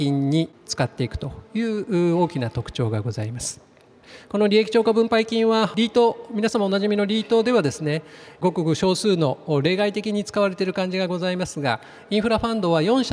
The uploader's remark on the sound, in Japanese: 東京証券取引所で開催した「J-REITファン2018」に登壇した